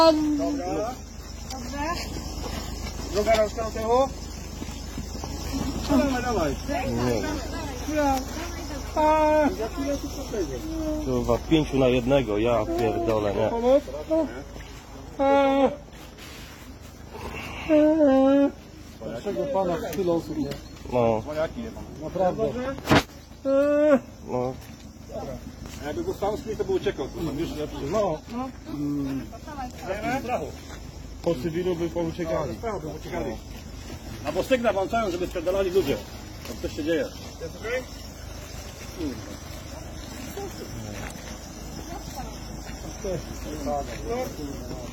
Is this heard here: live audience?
no